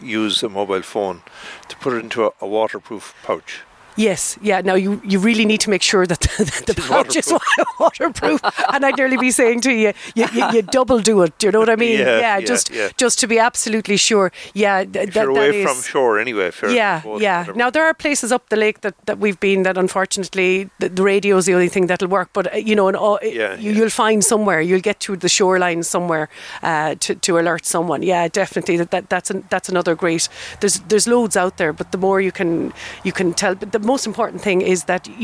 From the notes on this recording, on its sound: Originally broadcast as part of Saturday Chronicle. Broadcast live from the Killaloe Hotel and Spa.